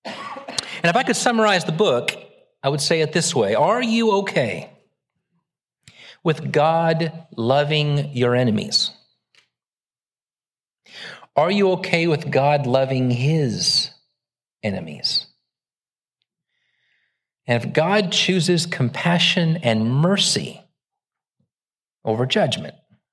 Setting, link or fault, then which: setting, large echoing room